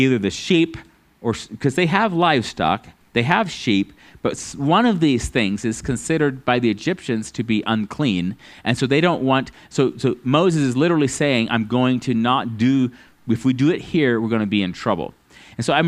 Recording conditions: large echoing room